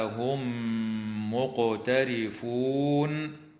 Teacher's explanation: وتدغم الميم الساكنة في الميم مع الغنة في قوله تعالى: هم مقترفون، مع مراعاة قلقلة القاف في كلمة مقترفون.